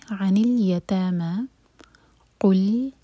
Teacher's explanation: قاف دمہ پر ہماری ہوٹ گول ہوں گی، لیکن لام پر جب پہنچیں تو ہوٹوں کو پھیلا لیں. قل اصلا، ای اے آواز نہیں آنی چاہیے، یہ ای، ہمیشہ کسرہ کو کرسپ پڑھیں، ای کا کی آواز دیں.